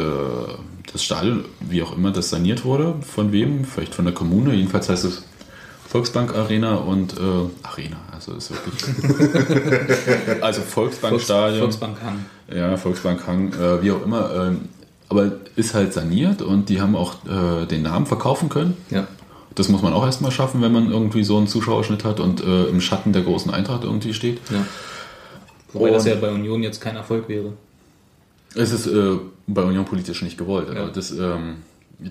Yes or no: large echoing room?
no